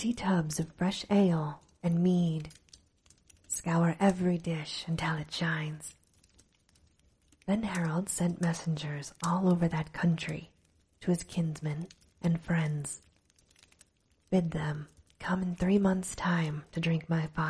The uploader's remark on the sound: Recorded with a light fireplace in the background for sleep ambiance.